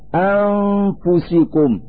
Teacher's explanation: فنتلفظ النون الساكنة في هذا المثال من مخرج الفاء فنقول أنفسكم. · Term: الإخفاء